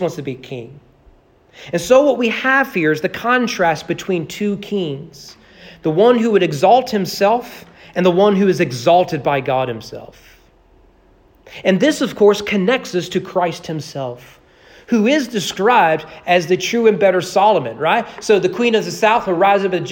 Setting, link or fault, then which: setting, large echoing room